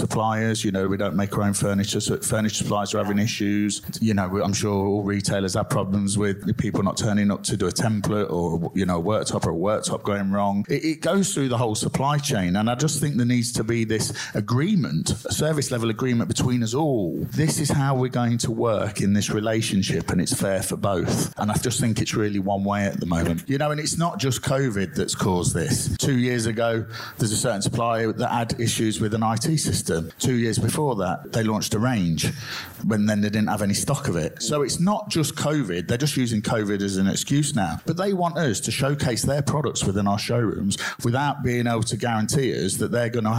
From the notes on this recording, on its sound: in-depth discussion that took place at the KBSA Conference